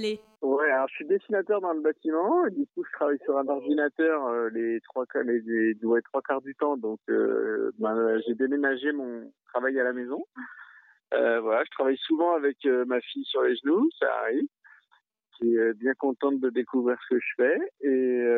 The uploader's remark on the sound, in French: Au téléphone. De Vernet-les-Bains.